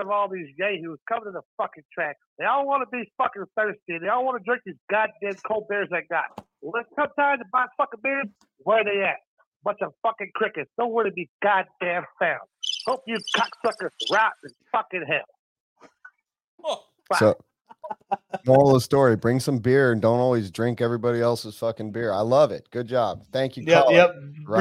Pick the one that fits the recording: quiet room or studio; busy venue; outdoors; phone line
phone line